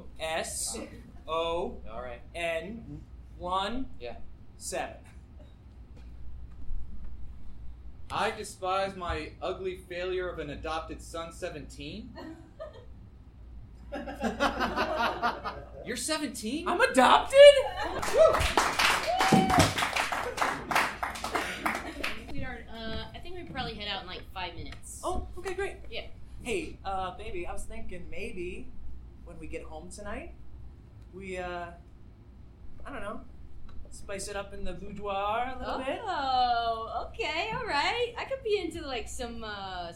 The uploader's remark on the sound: Live at the Voodoo Comedy Playhouse in Denver